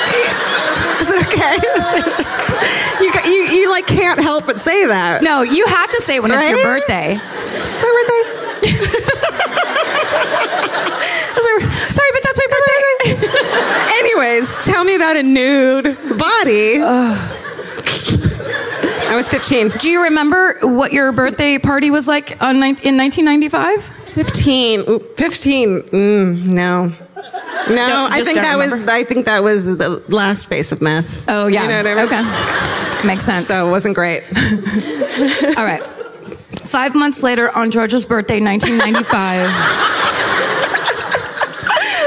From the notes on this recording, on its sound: Live At Revolution Hall. Live in Portland, it's a brand new My Favorite Murder! Recorded during a three-night stint at Revolution Hall.